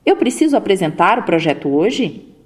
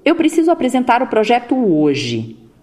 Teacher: Já a afirmação tem uma finalização reta ou descendente. · Shown in: second take · Assim, eu preciso apresentar o projeto hoje, firme.